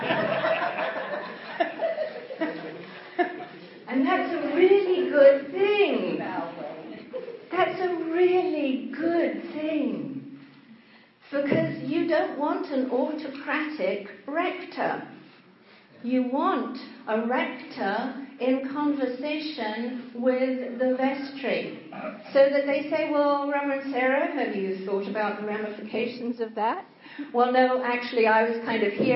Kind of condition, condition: setting, large echoing room